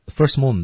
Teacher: 把整个句子的语调拉上去了啊，它的音高上去了